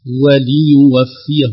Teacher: يضغط على اللام هكذا متعمدا إظهار كسرتها